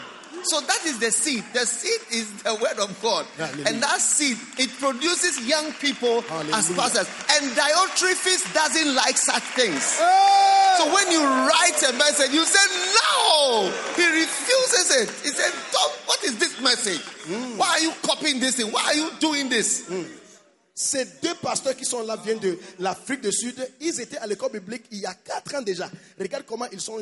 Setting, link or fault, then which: setting, live audience